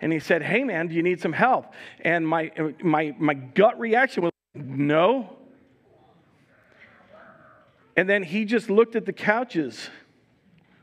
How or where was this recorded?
live audience